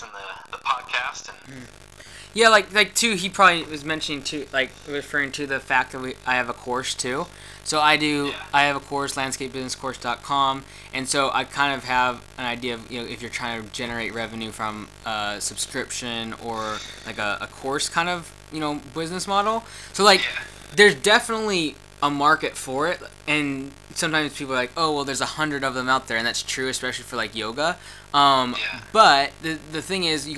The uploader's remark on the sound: White Water Rafting (Warning: Tech/Audio Geeks Should Skip This One).